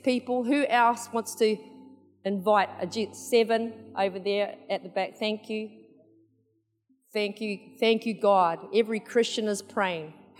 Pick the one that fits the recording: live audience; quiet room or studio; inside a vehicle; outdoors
live audience